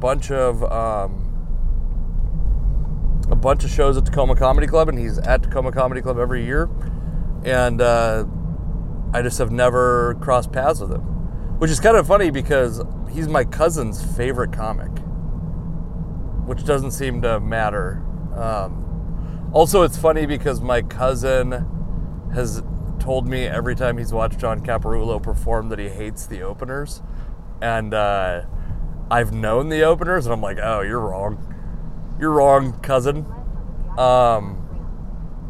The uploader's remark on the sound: I recorded this podcast while driving to a gig that I thought was in Everett.